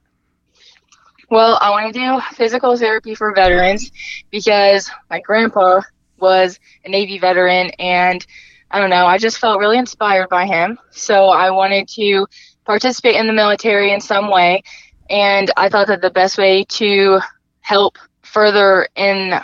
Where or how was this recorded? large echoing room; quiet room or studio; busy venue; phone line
phone line